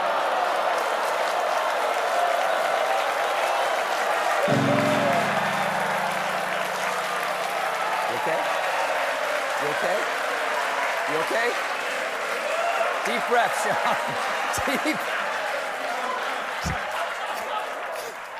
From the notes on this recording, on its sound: LIVE Monologue.